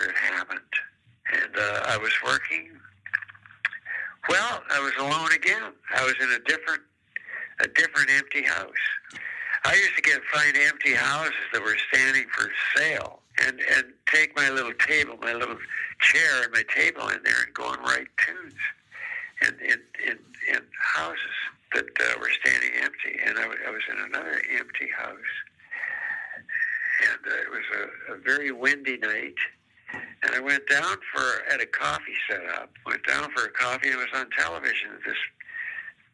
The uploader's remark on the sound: over the phone